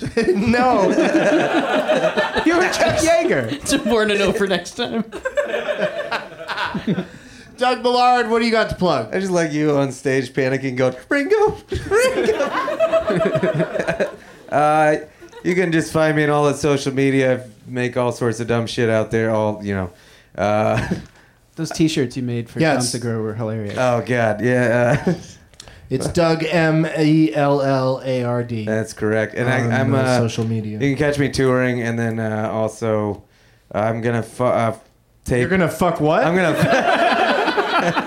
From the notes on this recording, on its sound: Live from the UCB Franklin